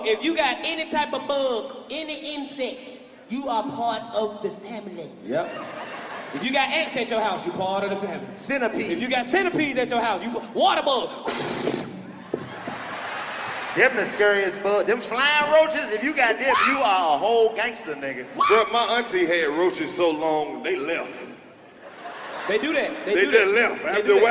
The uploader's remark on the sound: Its a live comedy special from the vault!